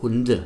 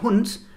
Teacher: Die Einzahl von diesem Tier, der Hund, wird auch mit D geschrieben, man spricht aber ein T. Man macht also am Ende des Wortes aus einem D mit Stimme ein T ohne Stimme. · Shown in: second take · Term: Auslautverhärtung